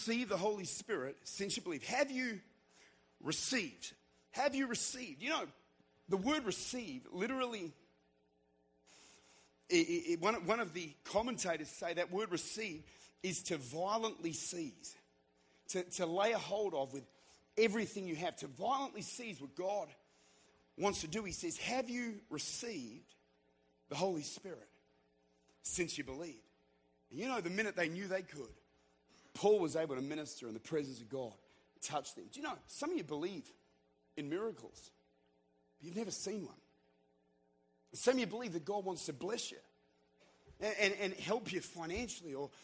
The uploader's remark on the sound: Recorded at Redeemer Church during their annual Encounter Conference in Utica, New York